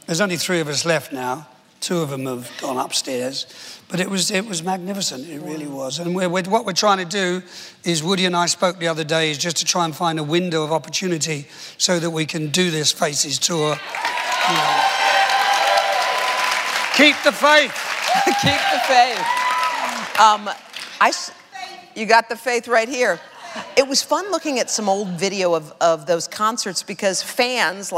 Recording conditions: live audience